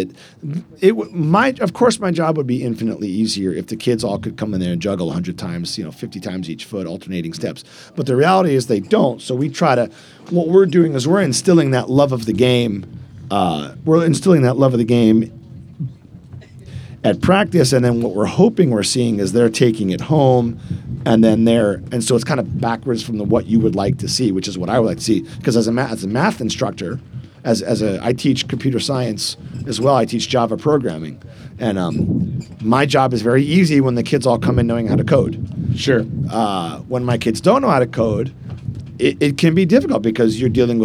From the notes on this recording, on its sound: Live at the Eastern Shore Premier Cup